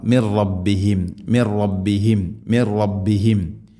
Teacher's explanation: أنه الحق من رب من ربهم ساكنه نون ശേഷം റ ഇദ്ഗാം ബില ഗുന നൂനിനെ റയിലേക്ക് ഇദ്ഗാം ചെയ്യണം, മണിക്കാതെ കൂട്ടിലേപ്പിച്ച് ഉച്ചരിക്കണം